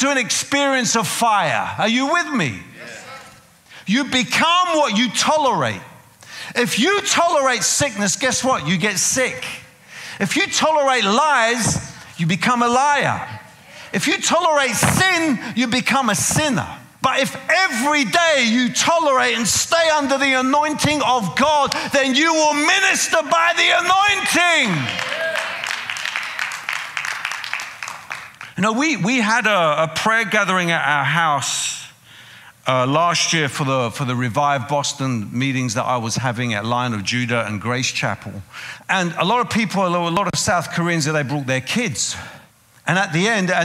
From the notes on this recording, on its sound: preaching at a CCF Ministries in Lowell